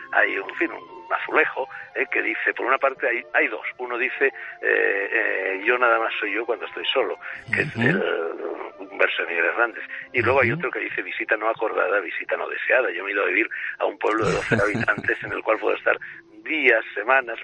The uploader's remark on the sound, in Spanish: Entrevista telefónica.